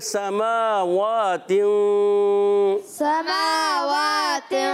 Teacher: یہاں اخفاء قاعدہ ہو گیا، کیونکہ اخفاء اس لیے کہ تنوین کے بعد حرف اخفاء میں سے طو آ رہا ہے، تو اخفاء کریں گے یعنی غنہ کریں گے، ناک میں آواز لے جائیں گے مگر نون کو چھپائیں گے، نون کو ظاہر نہیں کریں گے، چھپا کر ادا کریں گے.